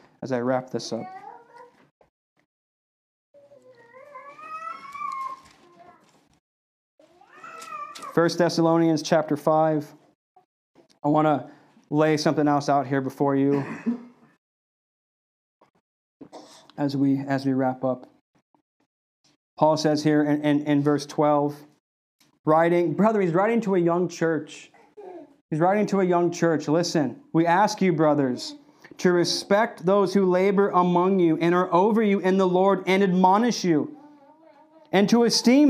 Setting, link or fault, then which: setting, large echoing room